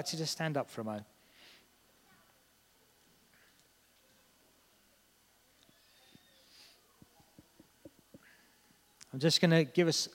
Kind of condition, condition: setting, large echoing room